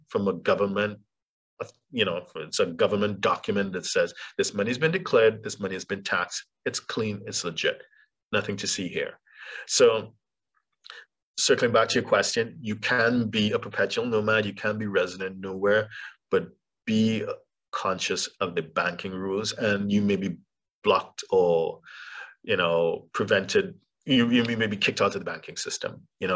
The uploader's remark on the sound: For those joining us on Zoom